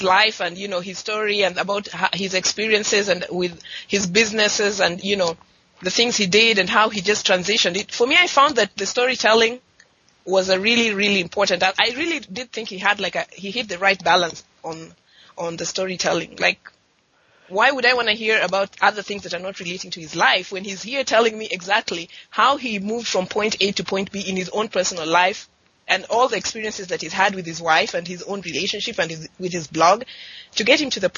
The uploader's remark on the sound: On the phone with me and we had a freewheeling discussion. We had a discussion more like a radio show than a podcast.